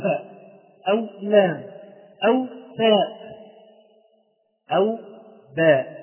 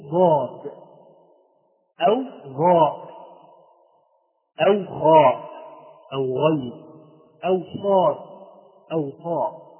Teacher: كل هذه الحروف رقيقة، بعكس ما تقول ضاد أو غاء أو خاء أو غين أو صاد أو طاء، كل هذه الحروف حروف مفخمة، هذه صفة لا تفارقه، لازمة له لا تفارقه أبدا.